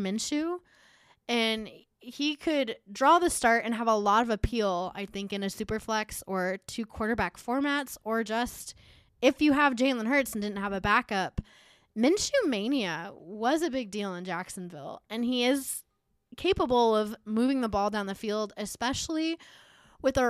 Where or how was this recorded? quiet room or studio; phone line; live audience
quiet room or studio